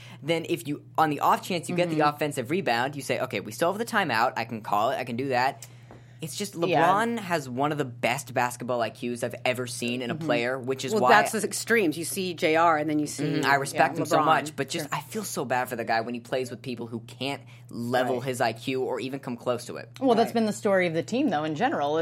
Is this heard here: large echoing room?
no